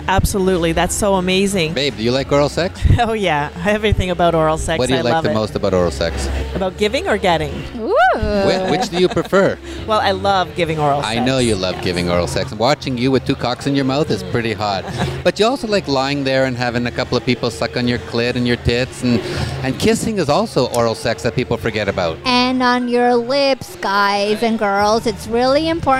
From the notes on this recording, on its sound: Join us on location from Niagara Falls, at the 11th annual Valentines in Niagara Couples Convention, with 600 hedonists, all celebrating Valentine’s Day the lifestyle way...